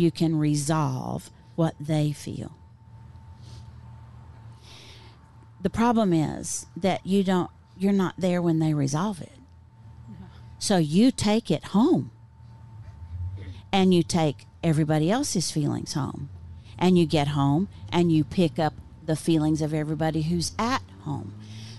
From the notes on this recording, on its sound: Today's show was recorded Live outside of Fabled Bookshop and Cafe in Waco, TX, so you'll be able to hear the cars, the train, and the city in the background. Wrapping up with questions from the audience at the end!